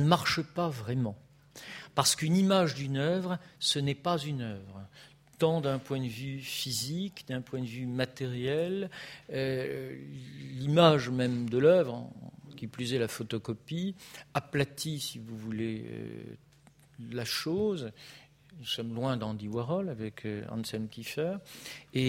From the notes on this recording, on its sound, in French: Intervention enregistrée le 11 avril 2016 à l’occasion du colloque « Ce qu’exposer veut dire 4° édition »